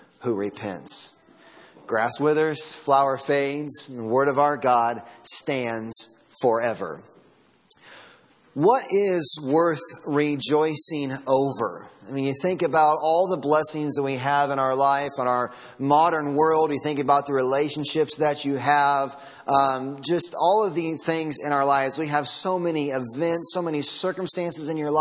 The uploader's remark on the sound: Sermon audio from Sunday morning.